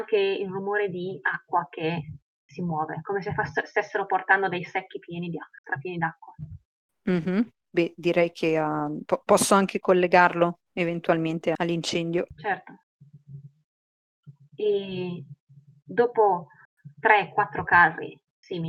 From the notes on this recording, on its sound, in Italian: Purtroppo la qualità audio non è delle migliori, siamo dei poracci e giochiamo via Discord registrando con "Craig Records!".